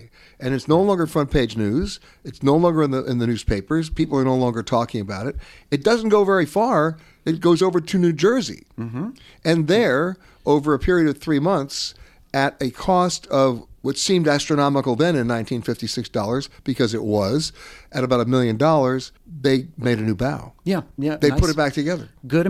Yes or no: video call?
no